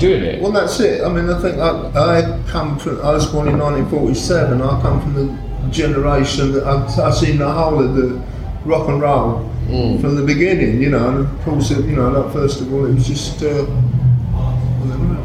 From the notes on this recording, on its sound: The interview wasn’t recorded for broadcast so its backstage, rough-and-ready aesthetic is by accident not design.